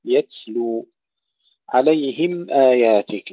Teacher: التاء الساكنة، ننتبه أن نهمسها ولا نقلقلها، لا نقول يتلو، يتلو عليهم آياتك، إظهار الميم وإظهار الهمزة، تسكين الميم عليهم آياتك وليس عليهم، عليهم آياتك، إظهار تسكين الميم وإظهار الهمزة بعدها، تحقيق الهمزة.